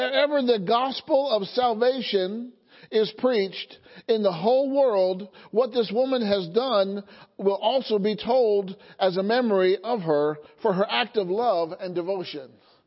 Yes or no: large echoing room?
yes